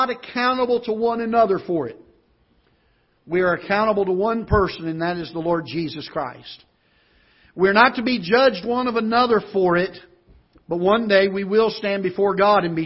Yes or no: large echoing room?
yes